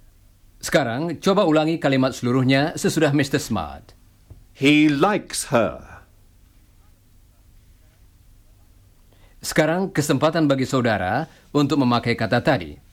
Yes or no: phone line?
no